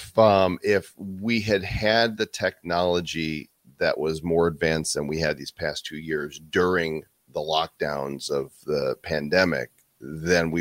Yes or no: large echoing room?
no